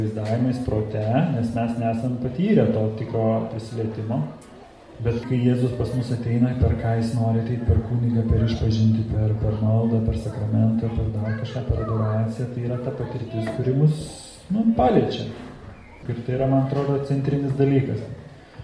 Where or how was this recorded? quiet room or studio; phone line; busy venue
busy venue